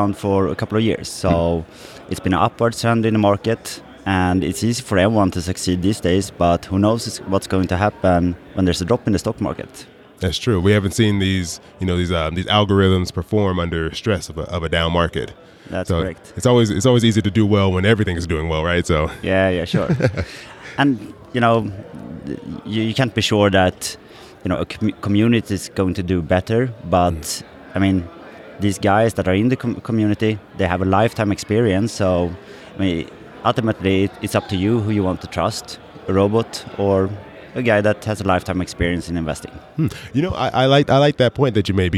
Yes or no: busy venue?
yes